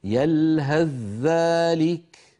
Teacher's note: لو وصلناها نحولها إلى ذال وندغم الذال في الذال فنقول يلهث ذلك، هكذا المفروض. · Term: إدغام